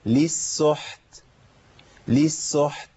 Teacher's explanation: وعندي حاء موقوف عليها ساكنة وبعديها تاء ساكنة مهموسة، لابد من بين الفرق بين الحاء والتاء.